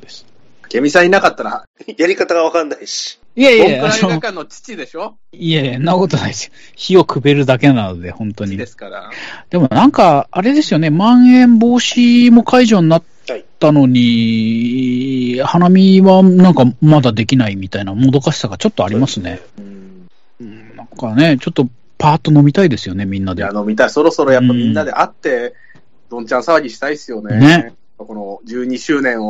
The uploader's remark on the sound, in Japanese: １２周年の記念で、思い出を語りながらリモート飲み会を収録。